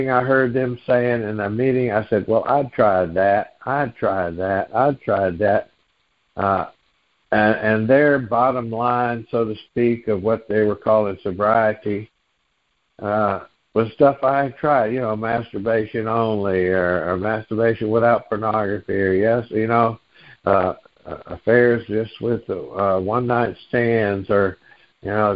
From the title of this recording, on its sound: Noon Phone Meeting Speaker Series